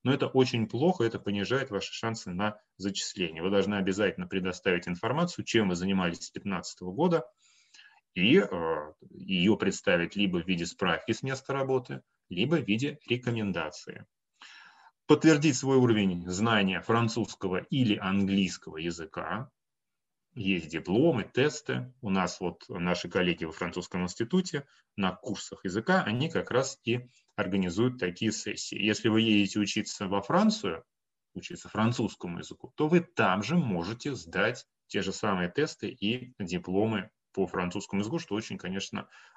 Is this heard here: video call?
yes